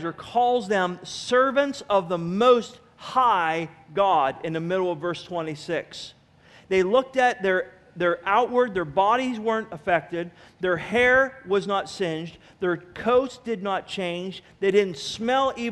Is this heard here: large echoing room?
yes